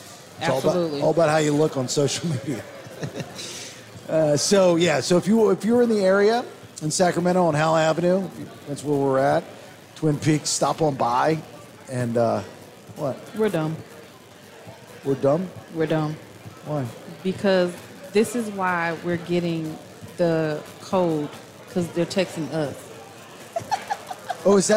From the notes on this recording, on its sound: The show is live at Twin Peaks. Nothing Personal is played onsite with listeners who were in the building.